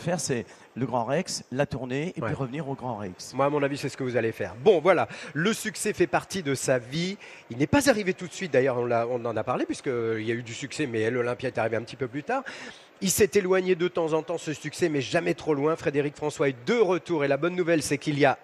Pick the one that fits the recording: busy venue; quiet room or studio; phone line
busy venue